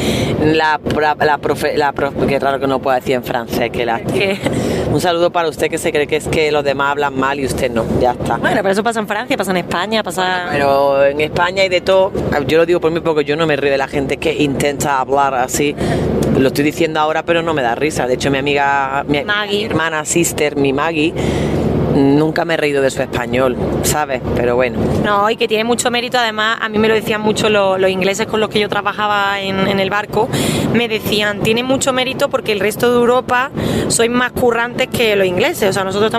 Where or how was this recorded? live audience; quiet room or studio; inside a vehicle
inside a vehicle